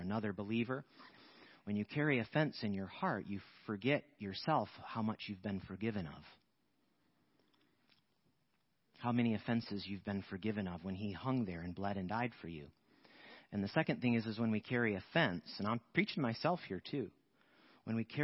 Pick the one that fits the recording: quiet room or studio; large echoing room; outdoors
large echoing room